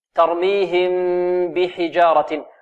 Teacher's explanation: ترميهم بحجارة، وهنا إخفاء يعني ليس هناك فرجة بين الشفتين في الميم، وإنما هو بإطباق الشفتين · Term: إخفاء شفوي